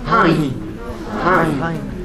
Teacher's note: je vais passer de A à I en nasalisant entre les deux lettres